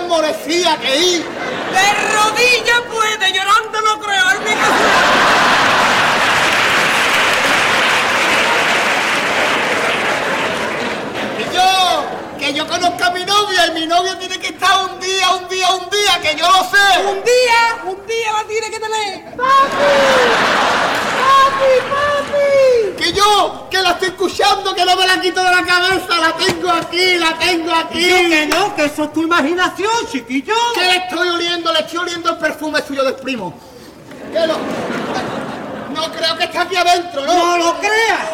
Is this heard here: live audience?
yes